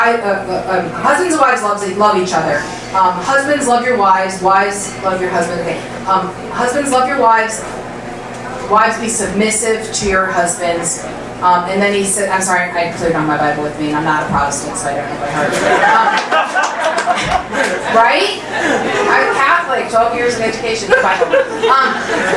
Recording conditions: busy venue